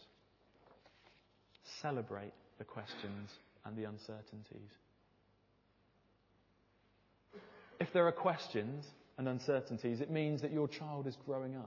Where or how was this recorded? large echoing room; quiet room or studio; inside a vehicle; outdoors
large echoing room